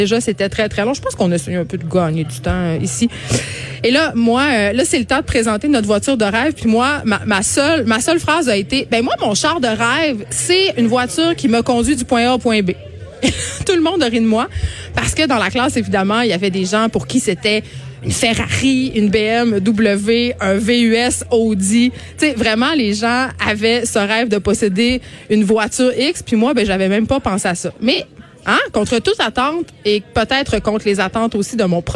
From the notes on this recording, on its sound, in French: En direct du Salon de l'auto de Montréal